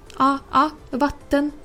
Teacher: если звук А короткий, то звук формируется ближе к губам и звучит похоже на наш родной славянский А.